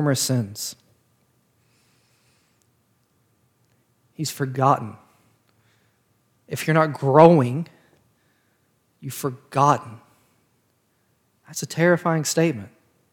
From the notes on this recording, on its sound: This sermon was preached on February 13th of 2022 at Parkwood Baptist Church.